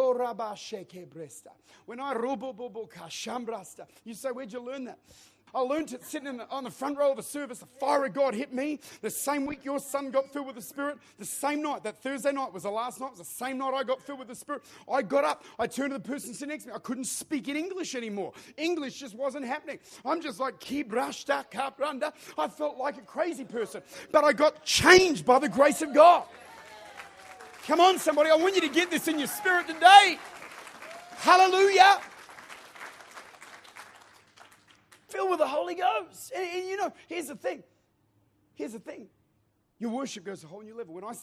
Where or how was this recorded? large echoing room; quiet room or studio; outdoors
large echoing room